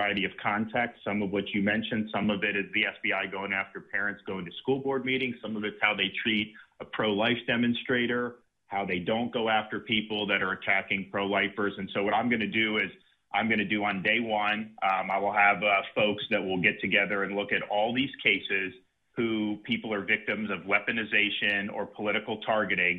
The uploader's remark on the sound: Voicemail caller